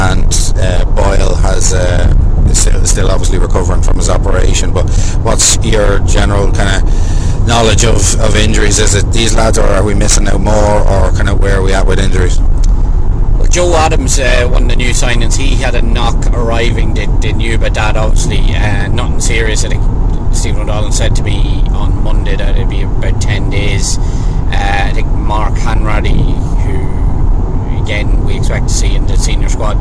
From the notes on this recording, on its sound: Recorded on the road home from Cork.